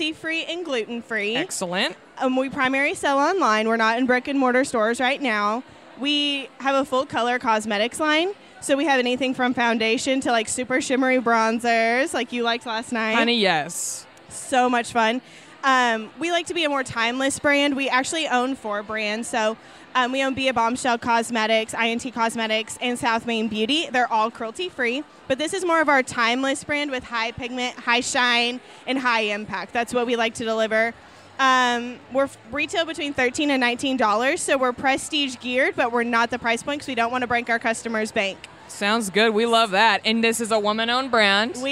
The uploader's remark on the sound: I recorded this episode while at Indie Beauty Expo Dallas 2018. I interviewed some of the brand owners with products I love.